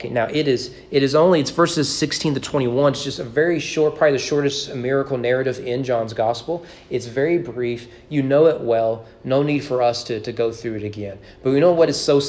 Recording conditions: large echoing room